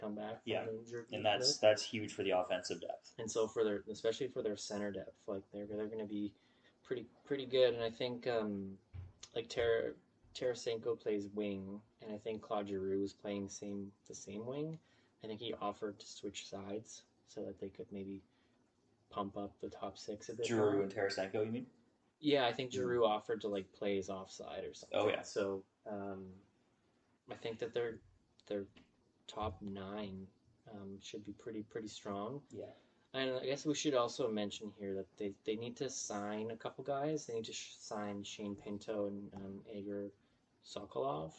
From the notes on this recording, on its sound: Technical difficulties episode.